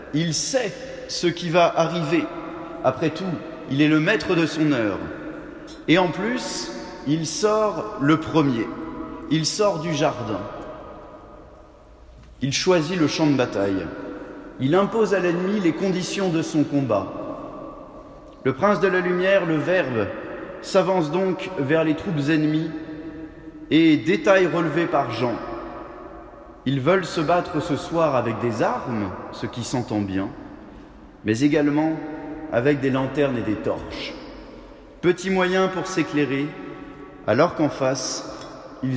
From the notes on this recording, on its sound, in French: Conférences de Carême de la Collégiale Saint-Just (Lyon)